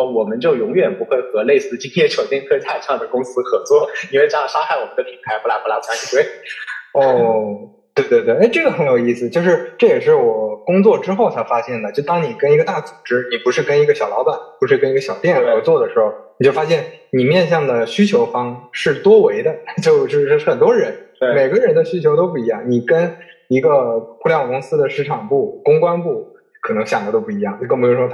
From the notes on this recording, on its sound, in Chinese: 本期线上录制，由于收音环境不佳，建议尽量公放、或将耳机音量调低一点点收听。